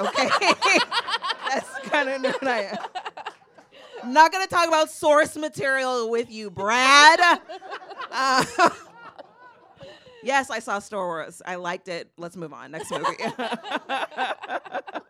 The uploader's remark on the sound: INTERRUPTION SHOW RECORDED LIVE AT THE GLENDALE ROOM IN LOS ANGELES, CALIFORNIA. MID-PERFORMANCE.